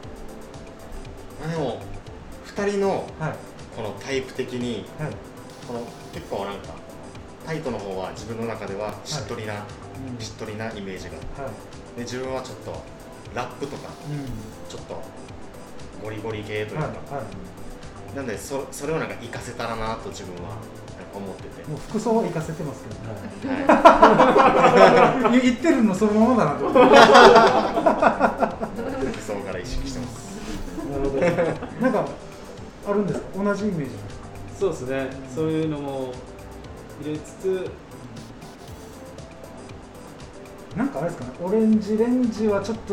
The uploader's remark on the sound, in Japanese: 収録場所 やんばる酒場 MO-RI。収録場所 やんばる酒場 MO-RI。